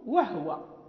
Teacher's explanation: فهو هنا يشير إلى أن قالون قرأ هاء الضمير المفرد المرفوع المنفصل هو المذكر يعني هو، وكذلك ضمير المؤنث المنفصل المرفوع هي بإسكان الهاء، ولكن شرط أن يكون قبلهما إما واو أو فاء أو لام.